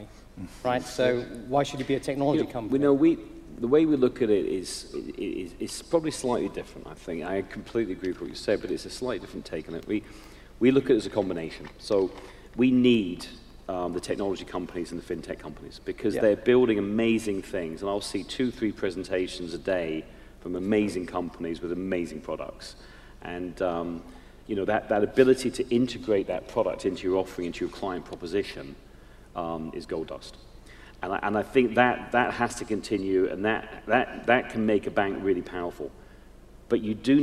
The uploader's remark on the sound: recorded live Temenos' TCF2018 event in Dublin